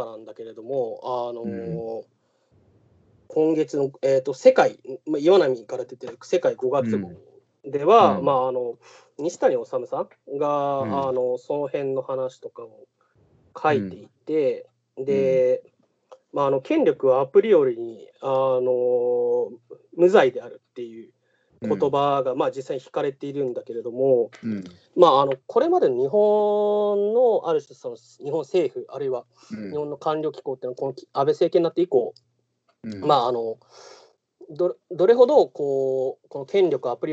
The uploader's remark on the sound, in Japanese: 今回はCOVID-19流行に対応して「リモート録音」をしました。